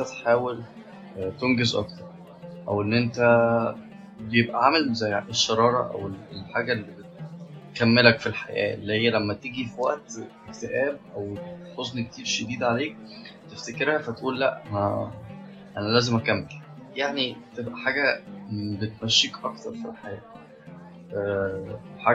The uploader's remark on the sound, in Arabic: بعض النظر عن جودة الصوت المختلفة عن العادي.